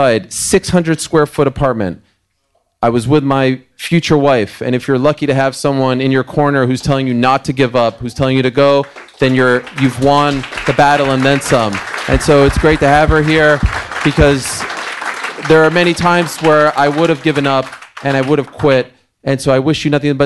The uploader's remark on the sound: Live from New York! Takes questions from the crowd.